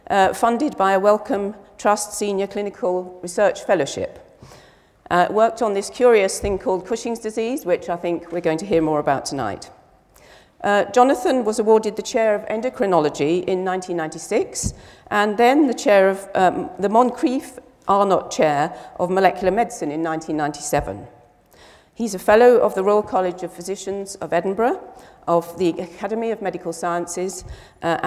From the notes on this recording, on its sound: Recorded on 5 November 2009 in the Anatomy Lecture Theatre at the University of Edinburgh. The second in a series of public lectures.